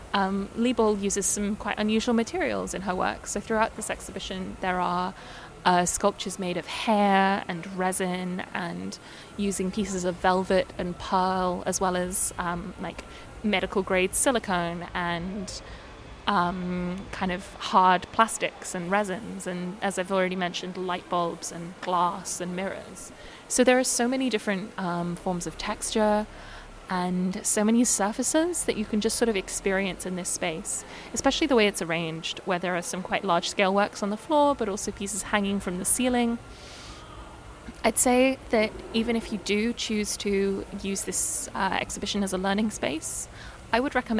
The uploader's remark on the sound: This episode also has a return to the background noise plague, sorry.